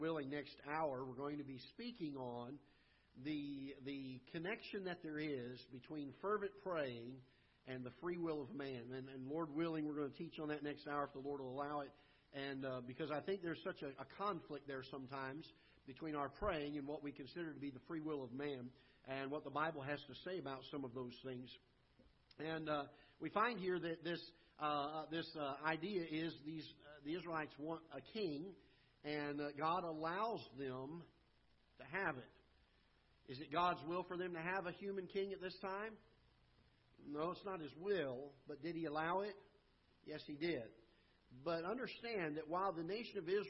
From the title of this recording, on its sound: Ketha Heights Baptist Church ~ Live Broadcast